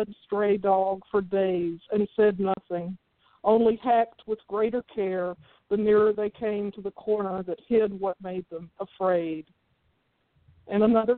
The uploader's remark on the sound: Special PSH Live event. A few of our top ten scoring poets were listening and called in to read their poems.